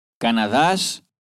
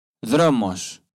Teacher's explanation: читается как межзубный звонкий звук, как в английских словах this, that